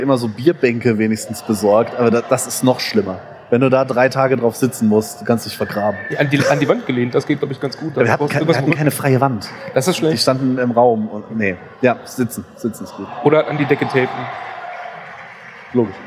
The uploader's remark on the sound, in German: live von der CAGGTUS in Leipzig